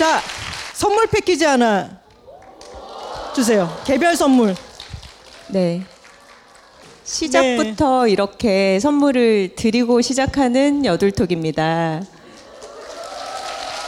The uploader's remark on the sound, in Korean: 스포티파이와 함께한 여둘톡 1주년 공개방송